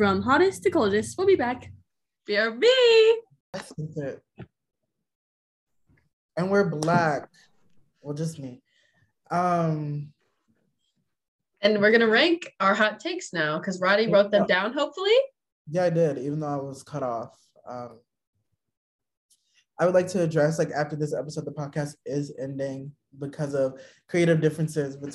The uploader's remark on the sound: We met virtually over zoom. This episode is quite loud and chaotic.